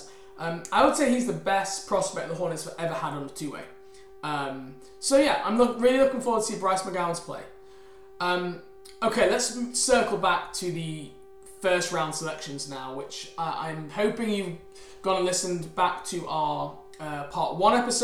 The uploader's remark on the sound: LIVE Draft Show. Apologies for the minor humming background noise, we are unsure why this is. We found if you turn the volume down it's more manageable.